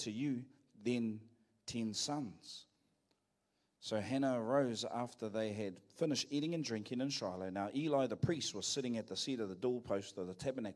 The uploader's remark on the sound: Live From IwiTapu Destiny Church